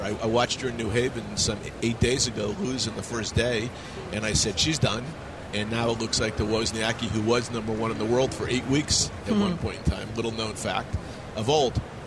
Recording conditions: busy venue